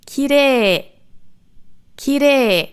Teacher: Nach dem Re kommt ein I, das einfach nur das E von davor verlängert